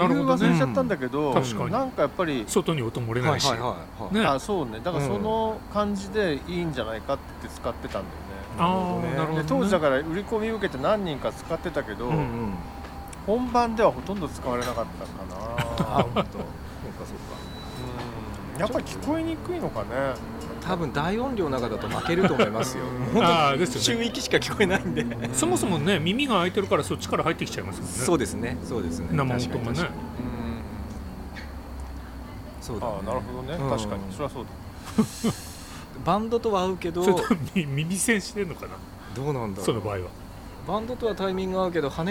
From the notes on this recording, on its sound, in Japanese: 忘年会を兼ねて12月に某カフェのテラス席で収録したもの。3人でワイン飲みながら語り合います。